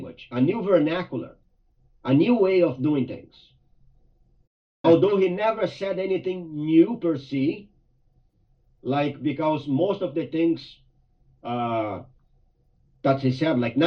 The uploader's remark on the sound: Via Zoom from Mt Pleasant due to the big winter storm.